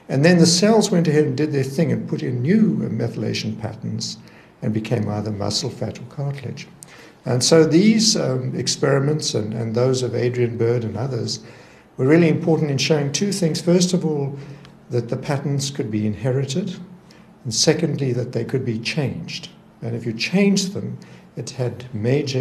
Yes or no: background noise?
no